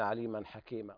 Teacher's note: لاحظنا كلمة عليما موصولة، فالتنوين يظهر وهنا إظهار حلقي، ثم جاء بعدها حاء تظهر، يظهر التنوين عند الحاء.